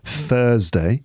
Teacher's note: That's a dental fricative, unvoiced.